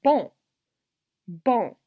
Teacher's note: in a nasalized vowel, nasal vowel, some of the air actually comes through your nose when you pronounce the vowel, not just through your mouth.